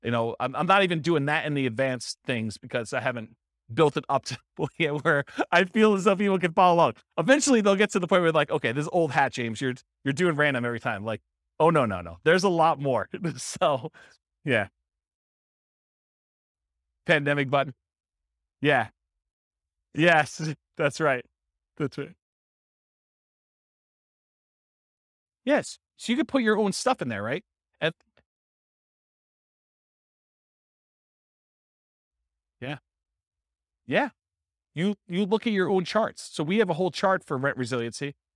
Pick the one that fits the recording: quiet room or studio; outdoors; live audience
live audience